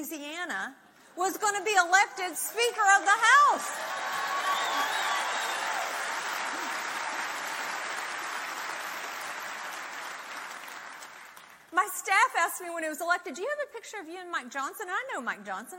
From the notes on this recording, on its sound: This episode of Women for America was recorded at Calvary Chapel Chino Hills' special Stand with Israel event. Lead the congregation into a time of prayer and action.